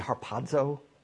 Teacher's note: In the Greek language, when you see a Z, commensurate with a Z, Zeta, it has like a DZ sound. So if you were pronouncing it, it would be harpazo.